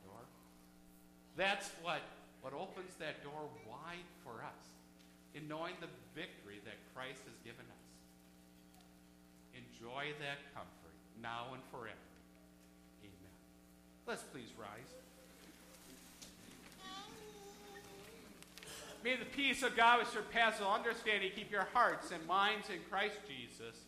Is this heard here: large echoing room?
yes